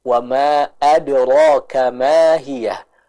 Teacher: Pada kata adra, huruf ra-nya ditebalkan Ibu karena dia berharokat fathah.